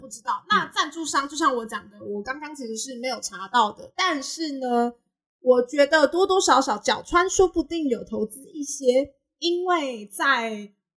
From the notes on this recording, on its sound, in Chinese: 本集音質有點問題還請大家多多擔待